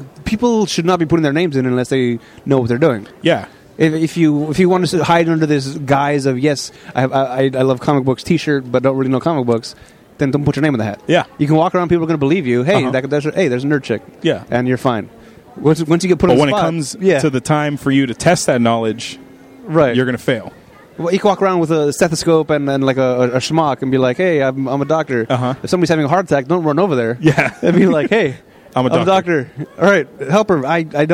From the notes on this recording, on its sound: Live from the floor of Comikaze.